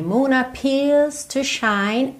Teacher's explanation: Aqui também a gente não tem appears, não tem aquela enrolada de língua no R